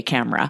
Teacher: you don't hear that E at all